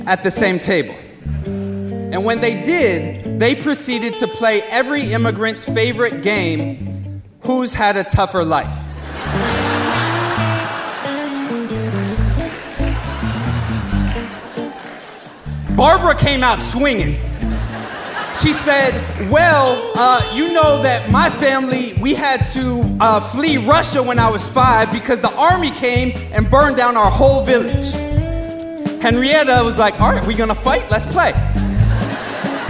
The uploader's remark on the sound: Live at BAM